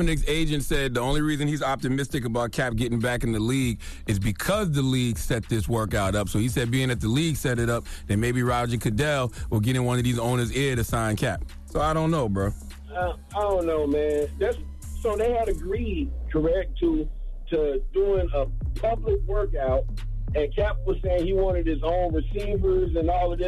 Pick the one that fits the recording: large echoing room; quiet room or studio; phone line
phone line